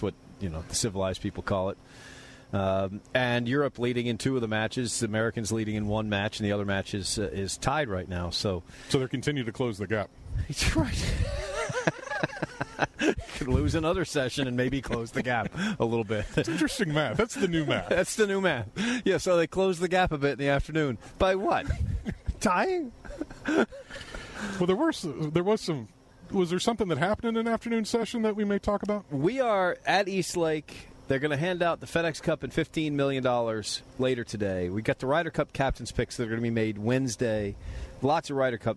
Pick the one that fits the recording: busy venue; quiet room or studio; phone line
busy venue